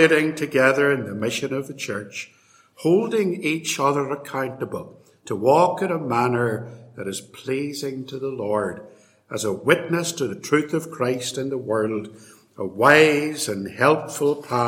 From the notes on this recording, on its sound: In this lecture, delivered at Templepatrick Reformed Church in February 2020